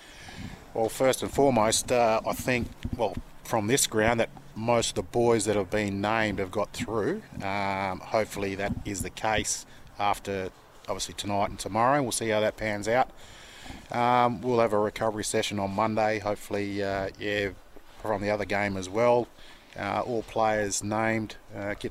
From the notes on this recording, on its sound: GFL on 1611AM SEN Goldfields. Live from Sir Richard Moore Sports Arena.